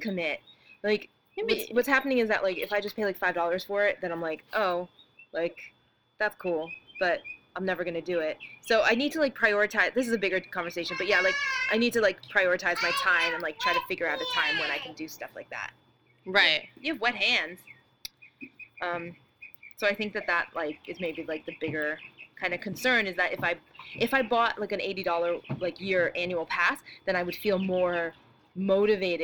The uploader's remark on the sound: We apologize if there's a lot of background noise in this episode (and baby noises)